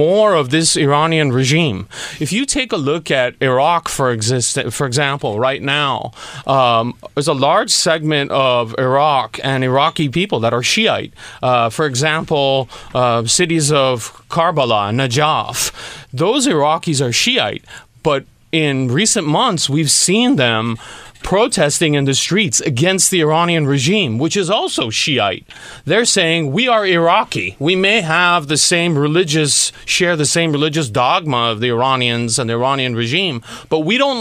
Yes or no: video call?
no